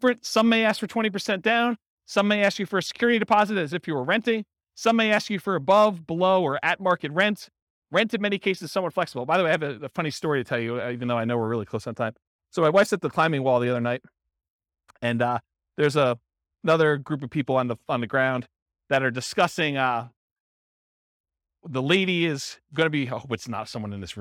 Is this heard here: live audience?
yes